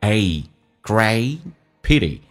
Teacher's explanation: great 的 t 去掉，但 a 这个发音一定要饱满一点，先发 a 再发 i